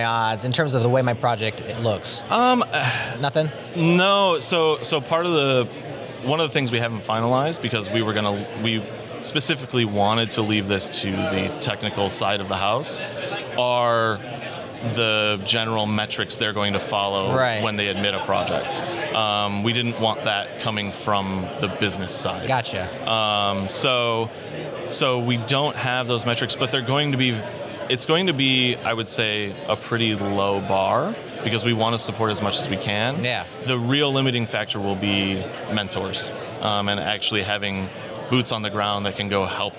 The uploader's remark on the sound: In this episode of Spotlight recorded at OSCON London 2016.